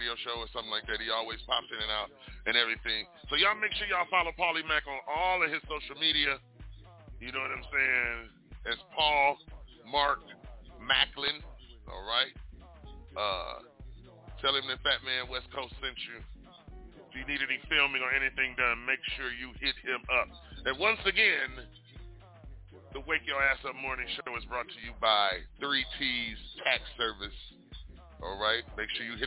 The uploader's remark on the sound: we will be interviewing LIVE ON THE PHONE